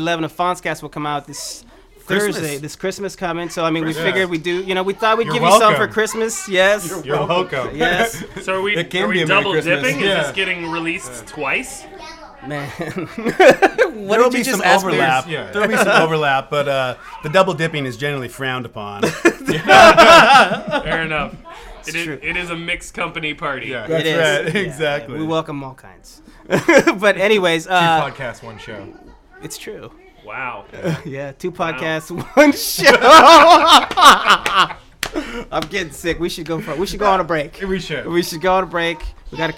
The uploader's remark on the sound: Episode 11 was recorded at the Ol' Woofie Holiday Party